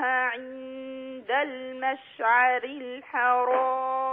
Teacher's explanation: ألفات مفتوحة ما فيها إمالة